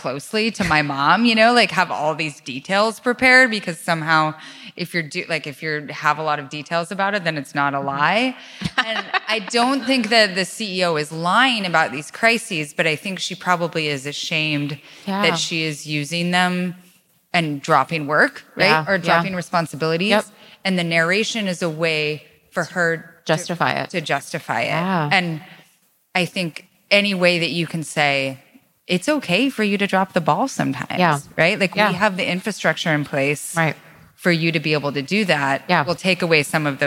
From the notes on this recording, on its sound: Live from SXSW EDU. In front of an excellent crowd.